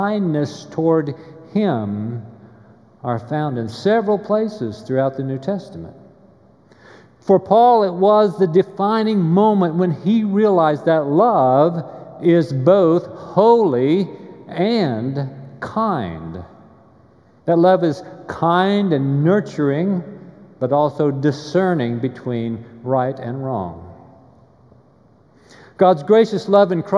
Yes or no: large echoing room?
yes